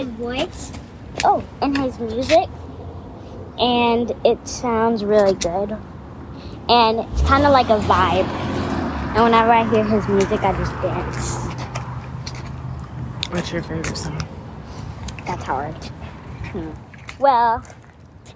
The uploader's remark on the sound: On today's episode you will hear our conversation as we are taking a walk around the neighborhood. You will also hear the birds singing in background and feel like you are walking right along side of us.